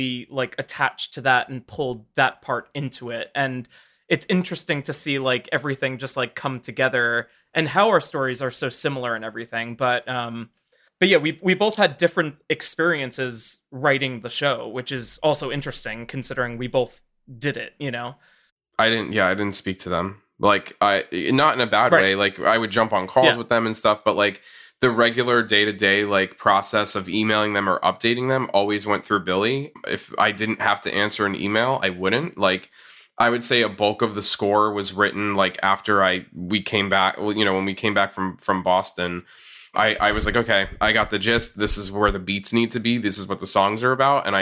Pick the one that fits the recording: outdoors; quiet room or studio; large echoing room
quiet room or studio